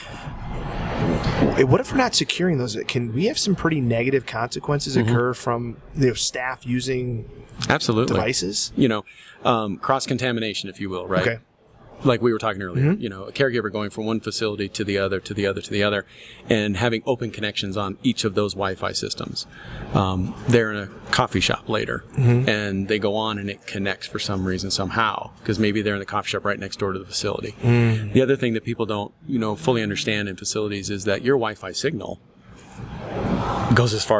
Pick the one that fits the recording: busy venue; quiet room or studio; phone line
busy venue